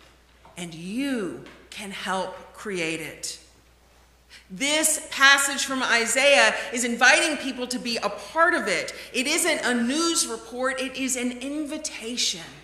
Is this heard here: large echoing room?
yes